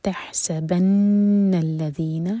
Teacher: ح حلق سے اور سین پر سیٹی والی آواز تحسبن الذین نون پر غنہ یفرحون راہوی اور ح حلق سے